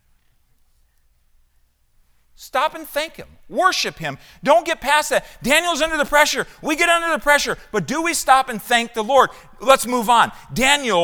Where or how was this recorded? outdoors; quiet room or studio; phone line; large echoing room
large echoing room